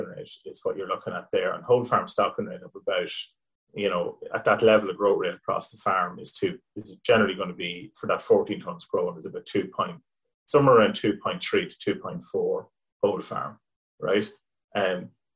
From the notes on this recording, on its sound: Teagasc is running a weekly Let's Talk Dairy webinar series which is also being made available as a bonus podcast episode. In this webinar.